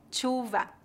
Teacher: pronunciar o fonema sh como tch